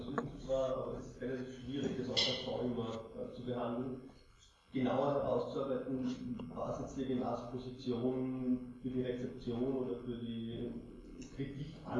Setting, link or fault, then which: fault, poor sound quality